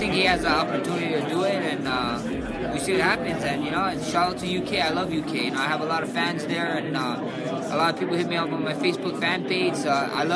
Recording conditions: busy venue